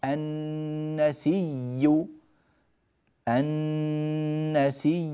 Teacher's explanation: النطق عندي بياء واحدة مشددة مضمومة